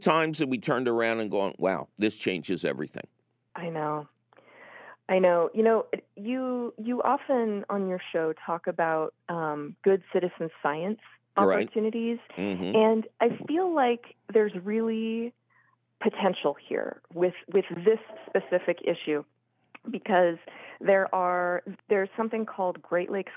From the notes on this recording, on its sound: your fabulous phone calls!